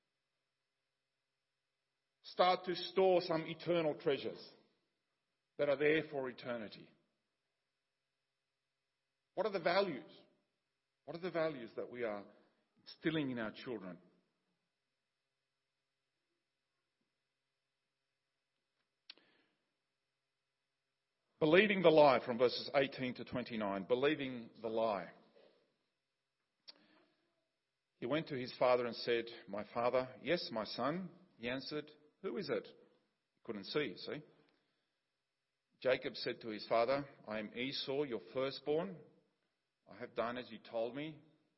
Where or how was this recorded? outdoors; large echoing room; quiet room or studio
large echoing room